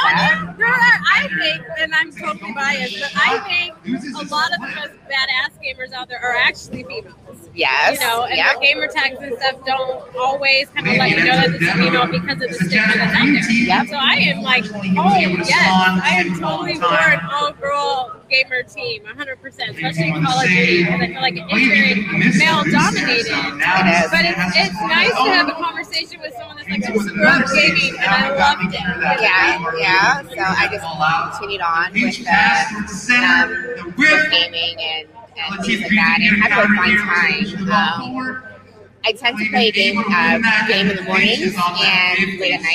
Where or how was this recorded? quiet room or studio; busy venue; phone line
busy venue